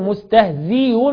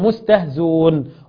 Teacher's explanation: ورجعنا قلنا ان المضمومة بعد كسر فيها الحذف على وزن مستهزئون وما شابهها تبقى مستهزون · Shown in: second take